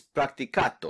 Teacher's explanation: They end it with a T instead of a D. Instead of D-O, it's T-O.